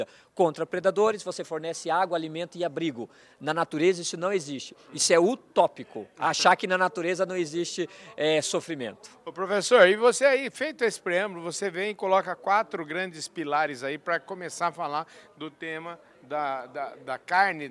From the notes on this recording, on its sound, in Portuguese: Nesta prosa, gravada durante o Meeting Adir.